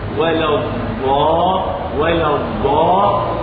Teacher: الحافة اليسرى مع عليا الأضراس تخرج الضاد ولا تخرجها بشدة، لأن الضاد حرف رفع، حرف رفع لا شدة معه، فمن قرأ هكذا ولا الضالين هذا خطأ، لأن الضاد حرف معه صوت، حرف رفع، فإذا نطقته بشدة أخطأت، يكون خطأ لحنت، فإذا شددت بقوة تكون قد لحنت أي أخطأت، فهو حرف رفع ولا الضاء ولا الضاء.